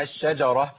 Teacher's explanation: افصل بين الشين في التفشي بتاعها ورخاء بتاعتها وبين الجيم الشديده المجهوره · Term: التفشي في الشين